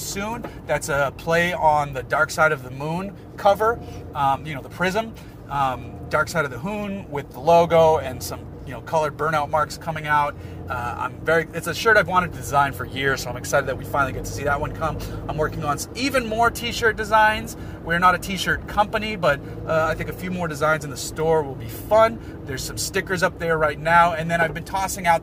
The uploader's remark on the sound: This is a solo episode. In it, I'm driving my 1991 Mitsubishi Montero as I talk about project cars.